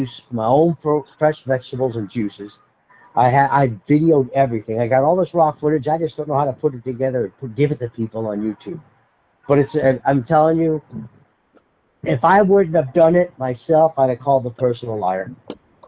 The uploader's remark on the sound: I made a phone call to square up the usual details. My phone has an automatic call record feature and the entire phone call was indeed Recorded.